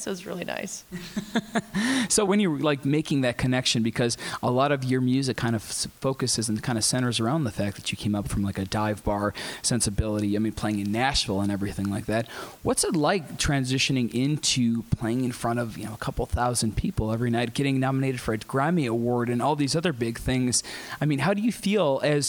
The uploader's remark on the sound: Live at Chicago’s Apple Store before her intimate Apple Music’s Up Next Live performance.